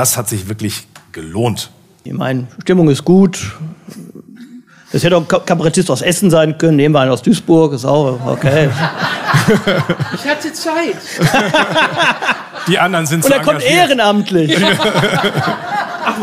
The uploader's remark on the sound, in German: Essener Engagement Forum - live